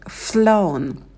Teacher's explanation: И flown, дифтонг L, передний, и на N кончик языка идет на альвеолы.